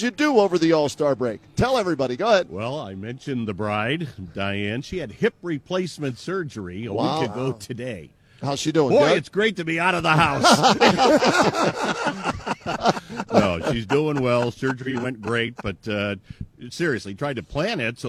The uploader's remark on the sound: live from Rocket Mortgage Fieldhouse